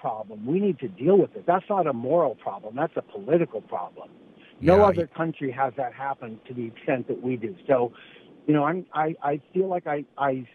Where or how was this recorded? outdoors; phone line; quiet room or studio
phone line